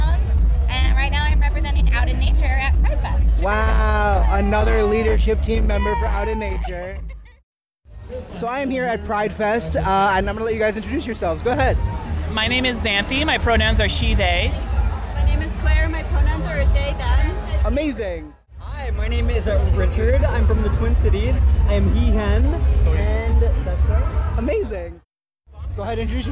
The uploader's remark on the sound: On the street live from Chicago Pride Fest! They’re interviewing people all about their experience in nature!!